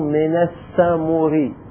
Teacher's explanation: فالراء المكسورة قبلها ضمة نميل الضمة إلى الكسرة · Term: الإشمام